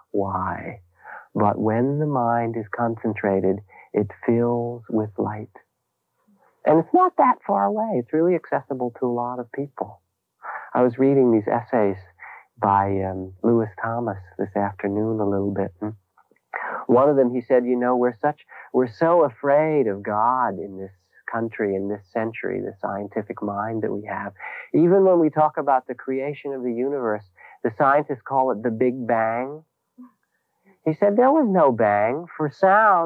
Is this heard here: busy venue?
no